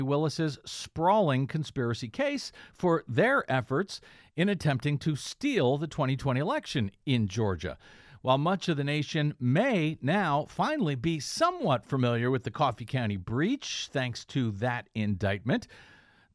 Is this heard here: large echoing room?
no